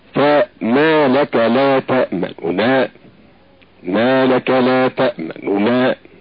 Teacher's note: أما الروم فما لك لا تأمن، ما لك لا تأمن، بالنطق بثلث حركة النون المضمومة